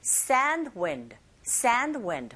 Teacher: 그래서 여러분들 발음하실 때도 sand wind가 아니라 sand wind, sand wind 이렇게 앞부분에 강세 주는 부분을 조금 길게 발음하시면 자연스럽게 D 사운드는 약하게 들릴 수가 있죠